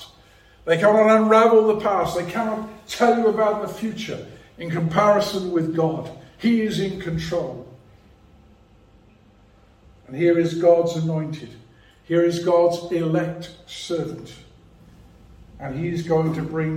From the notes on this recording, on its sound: A sermon preached at Rock of Ages Evangelical Church.